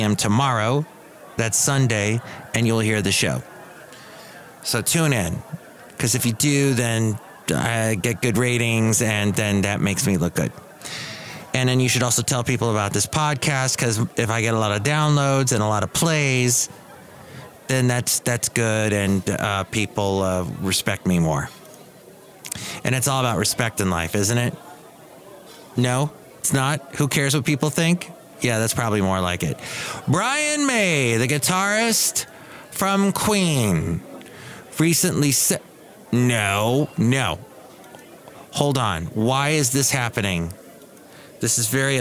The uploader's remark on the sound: Podcasts live from Cafe Anyway.